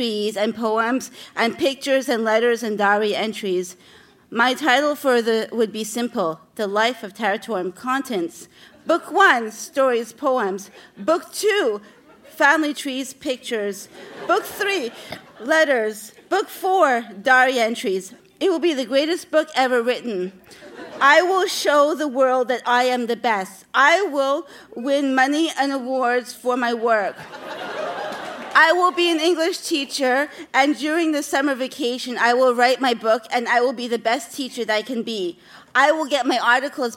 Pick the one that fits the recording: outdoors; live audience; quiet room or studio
live audience